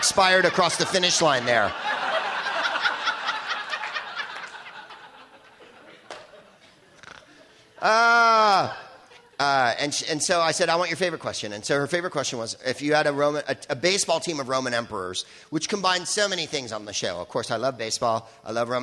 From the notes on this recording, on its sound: Live from the LA Podcast Festival.